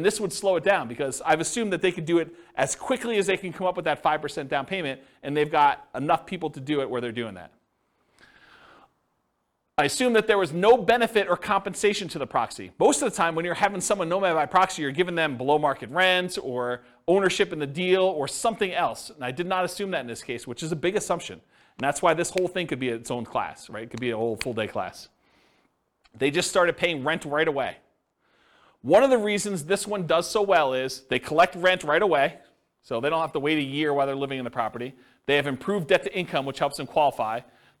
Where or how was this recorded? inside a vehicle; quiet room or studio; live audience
live audience